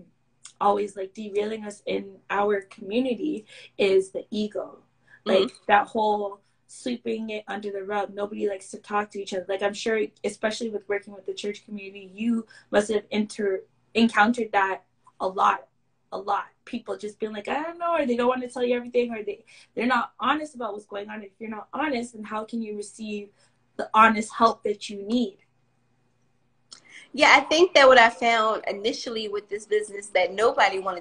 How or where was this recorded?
video call